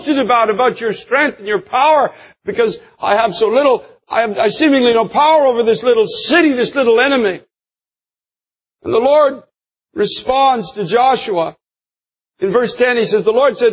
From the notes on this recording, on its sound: preached this powerful message in the year 2003 at Times Square Church